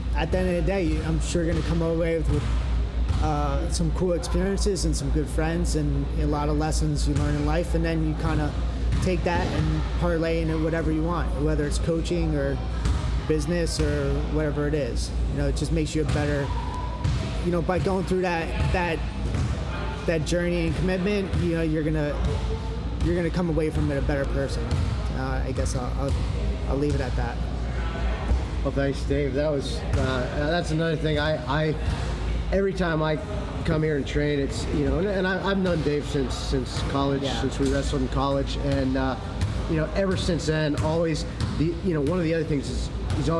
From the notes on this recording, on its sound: This interview was recorded at Edge Hoboken. Apologies for the background noise. We had just gotten off the mat and classes were going on.